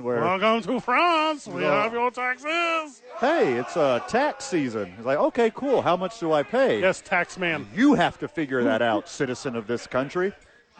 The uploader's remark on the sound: Live from ABQ Axe.